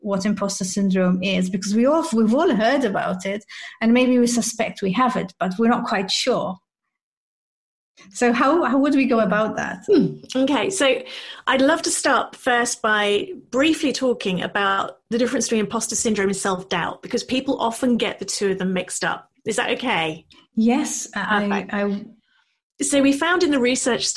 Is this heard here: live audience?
no